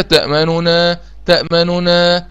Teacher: النون المشددة افكها، الاولى تكون مضمومة والتانية تكون مفتوحة. ماشي مع اختلاف الحركة، والتانية الاشمام، اضم الشفتين وانا انطق الايه، وانا بنطق النون اضم الشفتين وارجعهم تاني. · Term: الروم